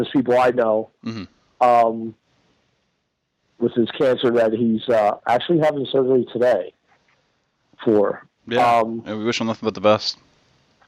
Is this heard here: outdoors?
no